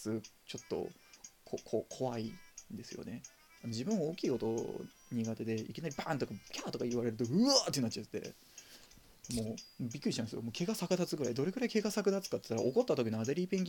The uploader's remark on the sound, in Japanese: From Radiotalk。マイク感度が低く音が小さいです。音量を上げてお楽しみください。